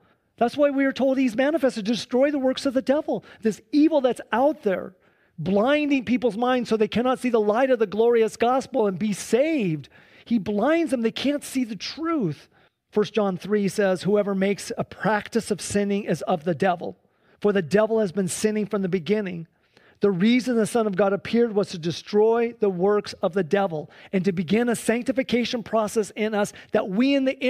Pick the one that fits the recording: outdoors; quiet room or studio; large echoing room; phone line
large echoing room